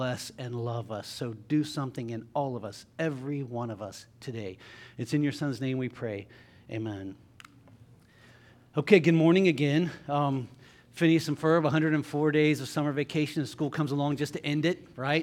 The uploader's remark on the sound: LIVE Services at Sunshine